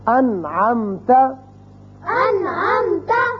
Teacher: نون ساکن کے بعد عین آ گیا، نون پر ہم نے اظہار کیا، نون کو ظاہر کر کے پڑھا